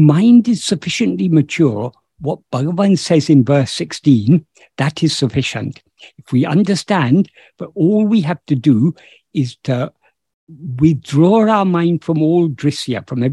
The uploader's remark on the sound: In a Zoom meeting with Ramana Kendra, Delhi, on 10th July 2022